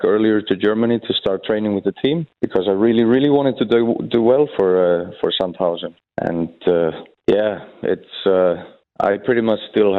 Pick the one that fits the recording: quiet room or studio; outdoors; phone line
phone line